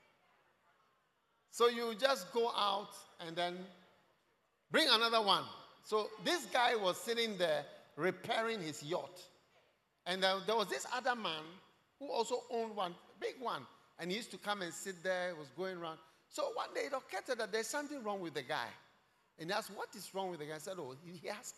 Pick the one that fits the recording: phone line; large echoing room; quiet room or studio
large echoing room